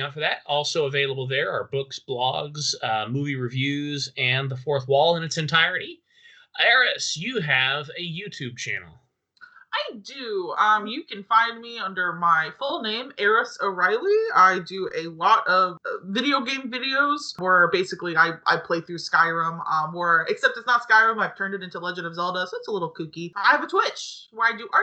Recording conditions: poor sound quality